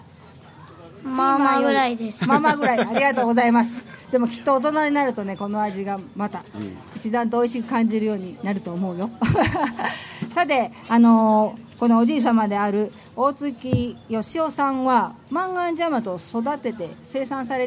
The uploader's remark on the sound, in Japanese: 今週は、8月11日に開催された、「なんちゃって万願寺まつり」の公開収録版で。